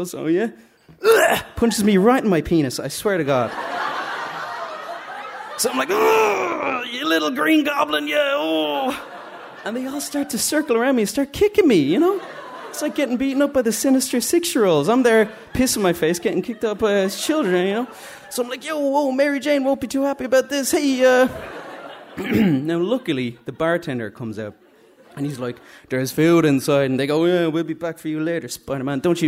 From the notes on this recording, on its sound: stories recorded onstage at The Dublin Story Slam